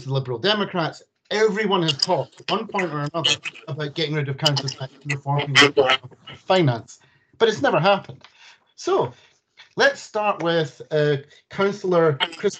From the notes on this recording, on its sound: Please note, the first four minutes have a few audio gremlins, but the issue clears up afterward. Apologies for the sound issue.